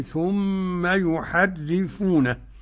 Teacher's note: الراء المشددة نحذر تكريرها. نعم. وأخفي تكريرا إذا تشدد